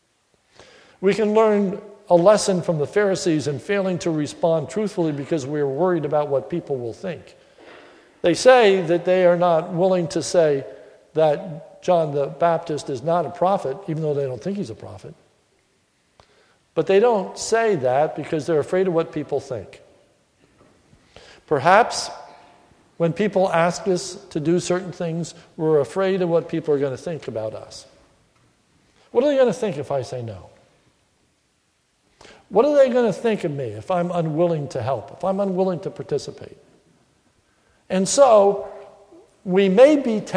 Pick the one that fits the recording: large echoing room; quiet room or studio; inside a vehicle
large echoing room